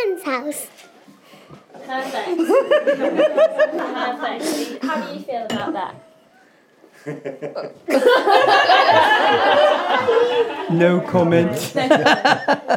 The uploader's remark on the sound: Recorded with a live audience in the prototype We Can Make House. Artists were invited to sit in on the recordings.